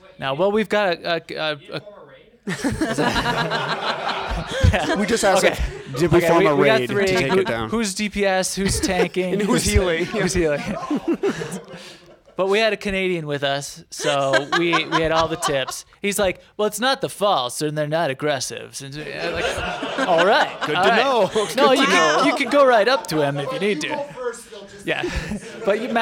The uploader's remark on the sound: Live from Nerdtacular13…AGAIN!